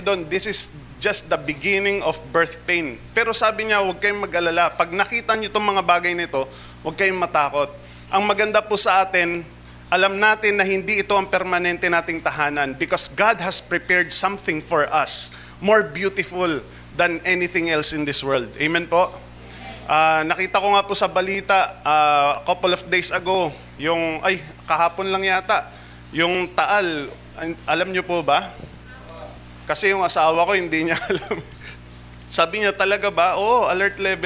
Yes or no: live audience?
yes